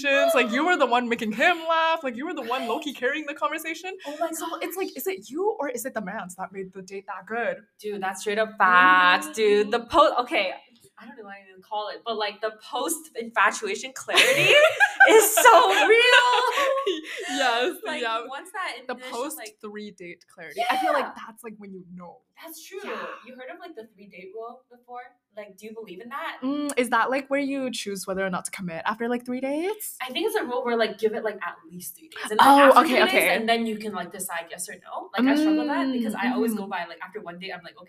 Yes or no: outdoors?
no